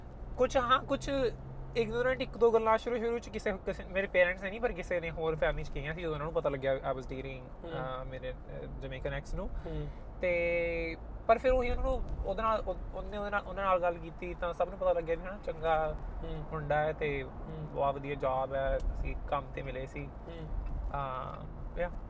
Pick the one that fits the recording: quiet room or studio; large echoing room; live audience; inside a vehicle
inside a vehicle